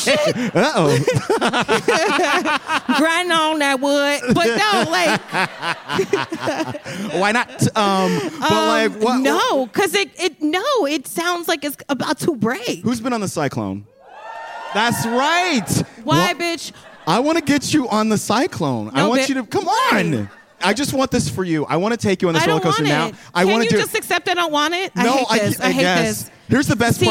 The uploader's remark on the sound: LIVE at the Bell House BK